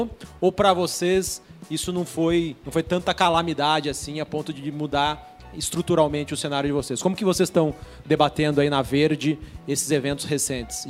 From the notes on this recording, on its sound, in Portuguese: Este episódio bônus foi gravado durante o evento Melhores Fundos, realizado pelo InfoMoney.